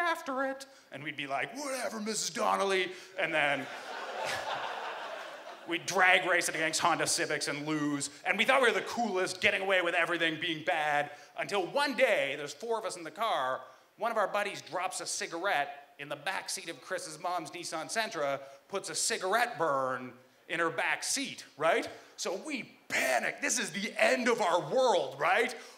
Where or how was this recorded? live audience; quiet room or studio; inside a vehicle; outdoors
live audience